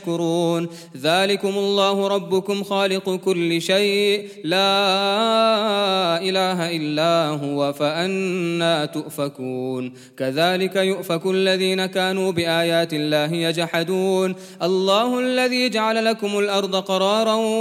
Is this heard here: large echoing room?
yes